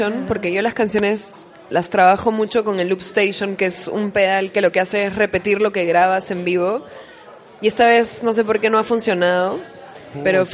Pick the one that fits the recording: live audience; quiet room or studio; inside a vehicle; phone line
live audience